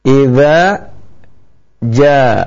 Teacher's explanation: Idza ja, ada dua huruf yang apabila kita salah mempraktekannya kita akan keliru membacanya, zal dan jim. Iza ja, jim dari pertengahan lidah dengan langit-langitnya